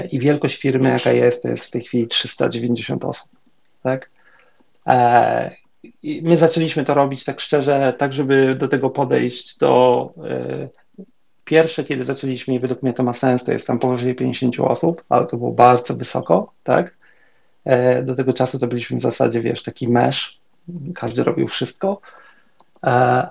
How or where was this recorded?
video call